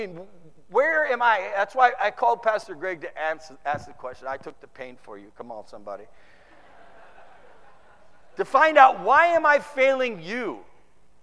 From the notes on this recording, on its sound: Preached in the 2013 San Antonio TX Conference